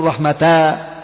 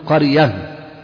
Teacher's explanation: يبقى التاء المربوطة تقف عليها بالهاء · Shown in: second take